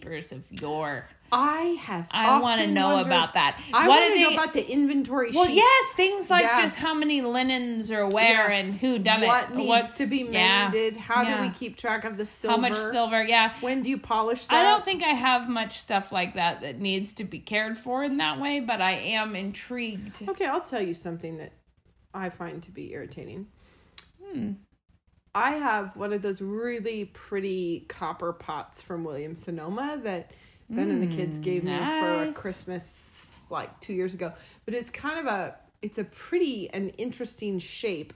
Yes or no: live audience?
no